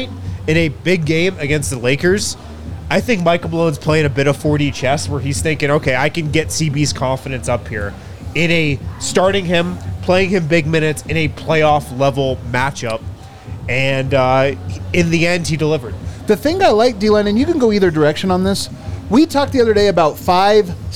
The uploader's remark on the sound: Come to you LIVE from the DNVR Bar.